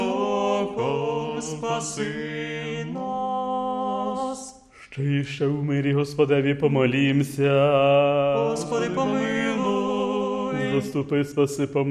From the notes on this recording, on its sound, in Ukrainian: Співали студенти-богослови Папської Української Колегії святого Йосафата. Пропонуємо вашій увазі звукозапис цієї Святої Літургії.